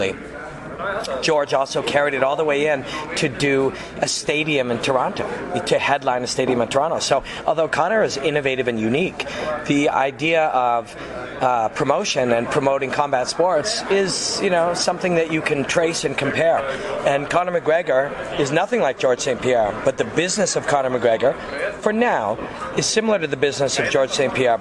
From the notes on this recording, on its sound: Live recordings from octagonside pre-fight, then the press conferences post-fight, at UFC 194 in Las Vegas.